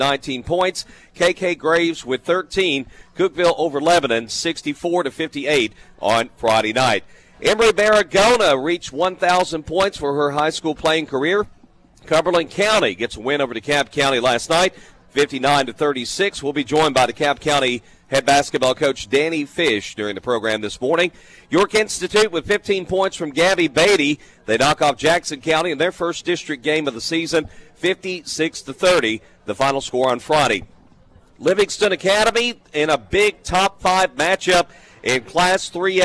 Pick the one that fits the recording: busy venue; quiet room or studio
busy venue